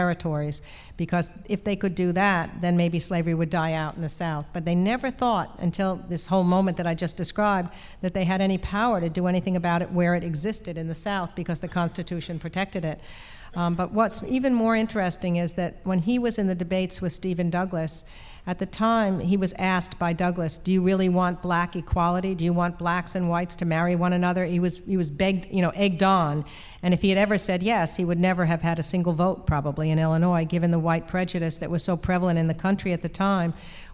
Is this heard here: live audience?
yes